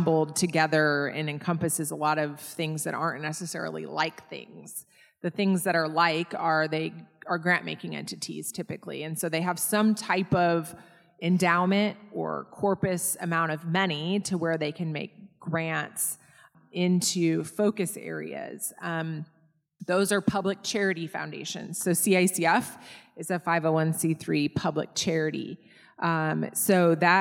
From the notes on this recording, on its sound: This episode was recorded live in front of an audience and may vary in sound.